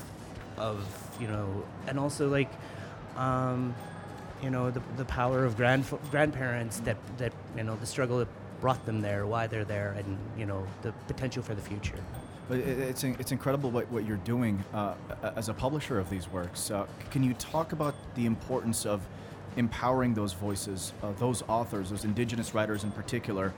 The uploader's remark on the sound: Live Interview from SIBF 2022